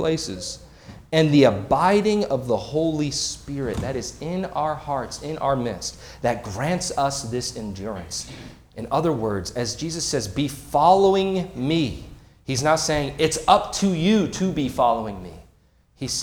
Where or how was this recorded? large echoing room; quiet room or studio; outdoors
large echoing room